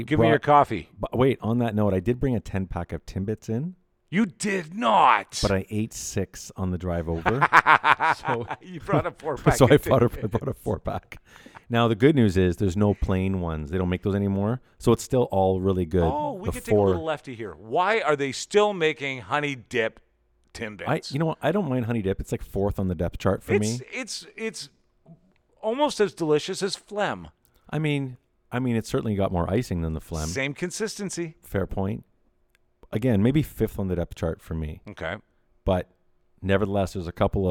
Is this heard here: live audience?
no